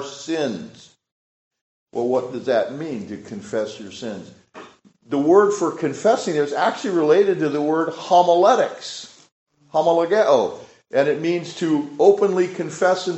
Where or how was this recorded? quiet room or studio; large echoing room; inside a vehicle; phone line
large echoing room